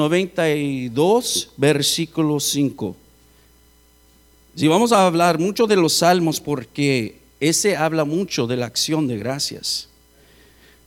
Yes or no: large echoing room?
yes